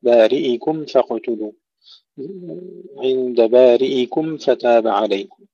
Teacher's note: ننتبه إلى إظهار الميم الساكنة قبل الفاء